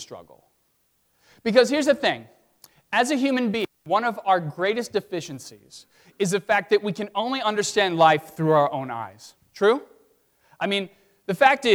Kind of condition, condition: setting, large echoing room